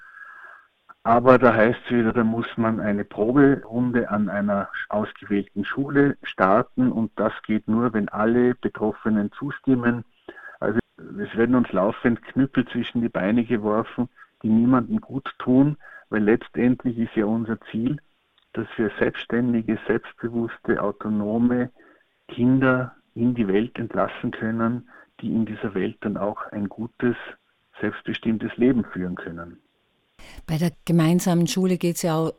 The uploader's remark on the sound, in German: Telefoninterview